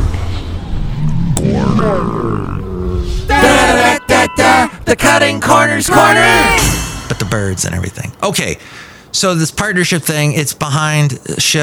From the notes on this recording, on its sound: podcasts live from Café Anyway